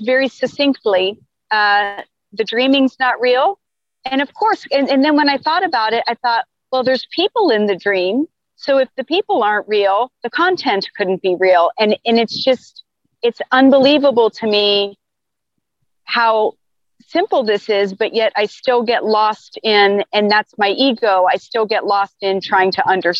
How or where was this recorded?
video call